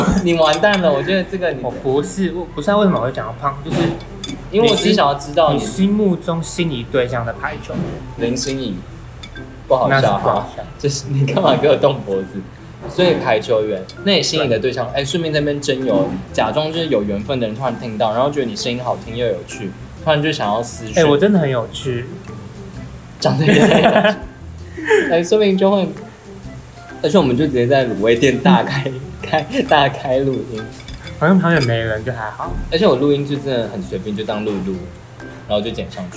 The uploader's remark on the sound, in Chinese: 很臨時在吃飯的餐廳突然錄音，收音很糟